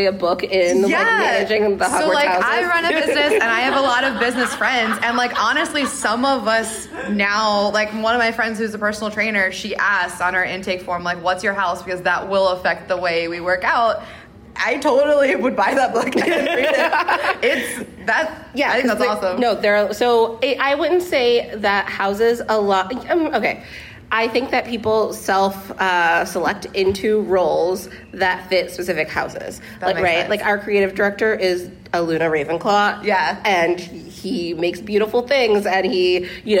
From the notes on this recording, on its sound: The Sartorial Geek Podcast is back with our second ever live episode! This week, we’re live from LeakyCon, an amazing Harry Potter-themed con for fans in Dallas, TX.